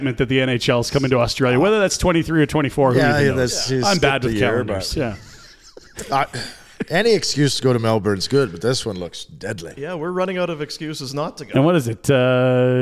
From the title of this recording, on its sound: LIVE from the Grey Eagle Resort & Casino